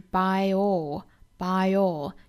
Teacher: by 和 all 有一个连读呢，就是 by all, by all,有一个小小的 ye 的加音情况